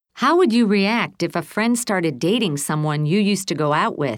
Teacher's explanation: Notice how the intonation falls and then rises to show the question is not finished and then falls at the end. · Term: Intonation in long questions